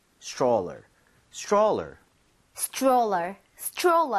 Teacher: 얘가 T하고 R을 충돌을 하면서 치읓 비슷해집니다. 그래서 스트롤러가 아니라 입 모양을 좀 모으면서 stroller 이렇게 해서 발음을 해보는 거예요.